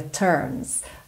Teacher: Ele não enrola a língua